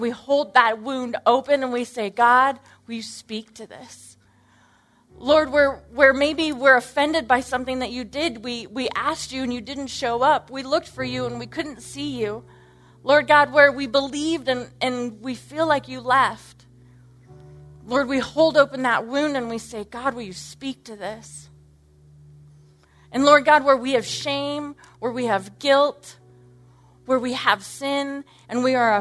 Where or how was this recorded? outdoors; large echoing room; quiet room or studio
large echoing room